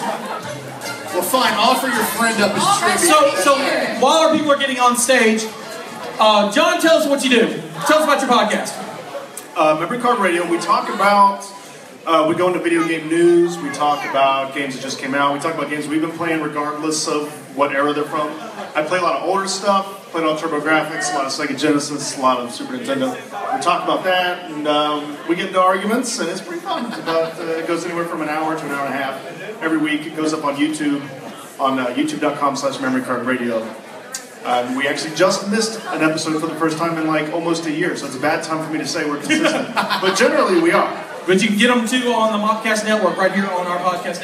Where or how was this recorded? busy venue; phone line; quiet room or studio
busy venue